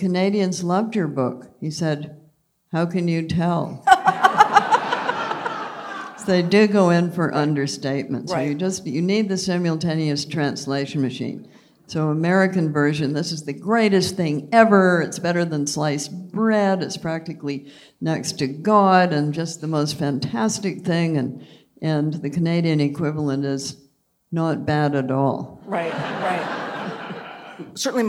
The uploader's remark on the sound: The conversation was recorded in front of a live audience at Symphony Space.